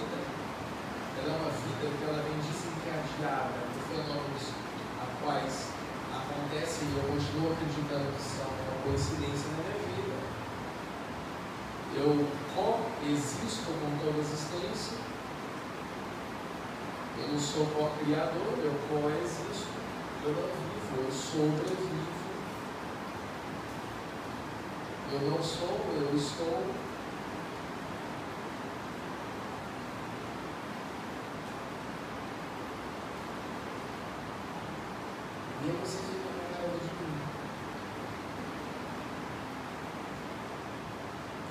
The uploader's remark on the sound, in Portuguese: Pedimos desculpas a todos pela qualidade do áudio, estava chovendo muito em Belo Horizonte neste dia.